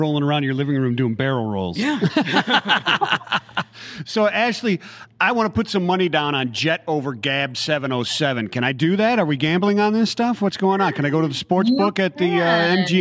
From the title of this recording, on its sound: live from DroneWaves